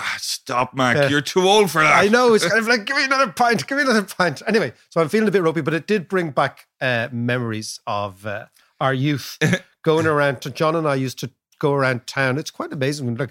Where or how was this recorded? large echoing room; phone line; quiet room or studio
quiet room or studio